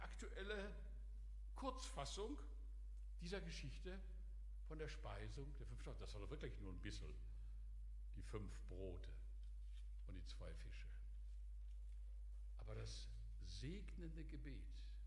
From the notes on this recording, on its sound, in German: Aufzeichnung der Predigt des Gottesdienstes